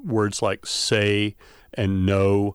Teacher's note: You have sort of two vowel qualities. So I say words like say and know, where the vowel quality changes a bunch. · Term: diphthongal